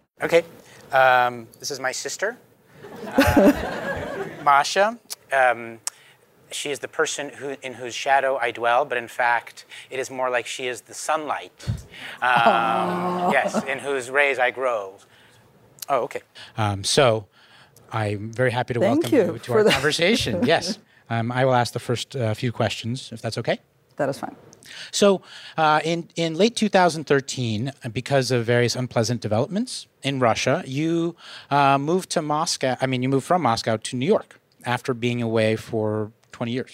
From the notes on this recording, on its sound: In a conversation at the 2018 New Yorker Festival